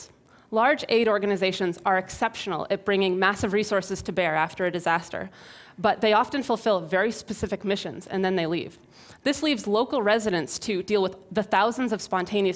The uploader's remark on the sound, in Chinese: TEDx录制于波士顿